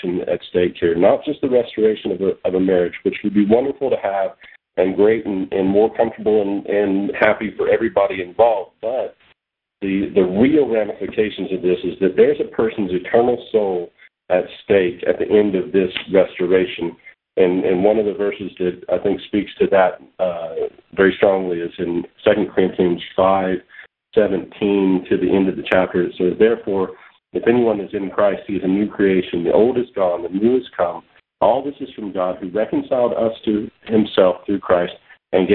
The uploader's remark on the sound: CONFERENCE CALL